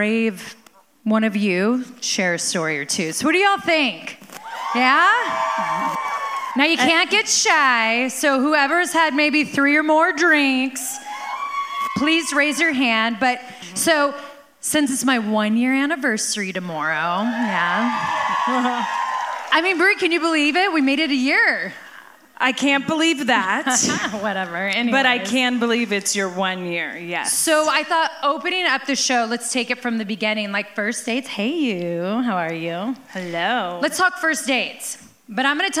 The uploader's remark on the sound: live from Gila River Resorts & Casinos - Wild Horse Pass in Chandler, Arizona, doing what they do best: putting on a live show!